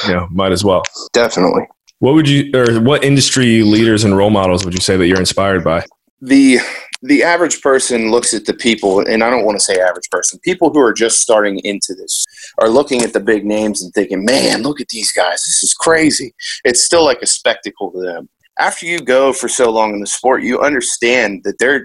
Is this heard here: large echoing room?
no